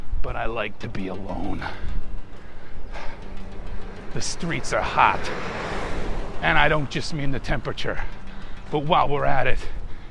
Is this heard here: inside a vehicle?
yes